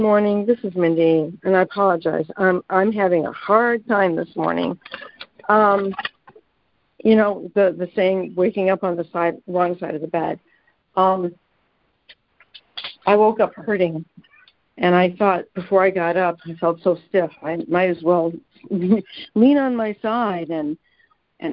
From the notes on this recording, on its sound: ACIM Daily Conference Call.